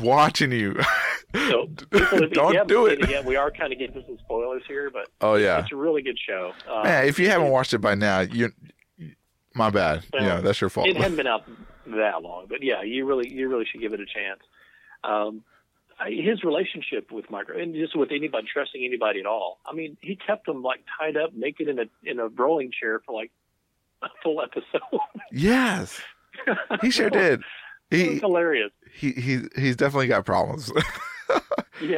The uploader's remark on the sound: Because it was a busy Sunday for us both and I didn’t have time to drive half way across Texas to record with him today. While on the phone.